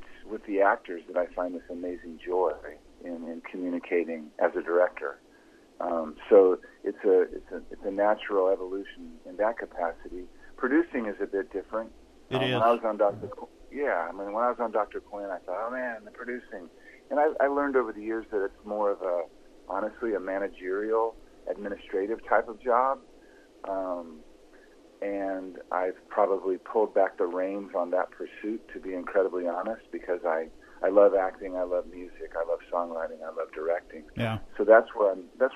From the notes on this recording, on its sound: on the phone